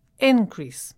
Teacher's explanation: increase here is a noun, so the stress is on the first syllable.